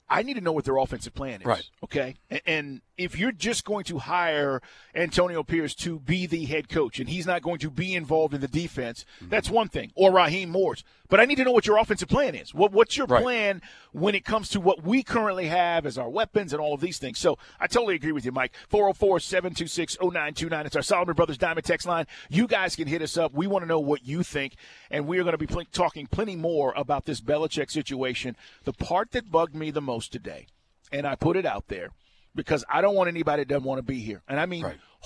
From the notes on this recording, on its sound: LIVE at the Benz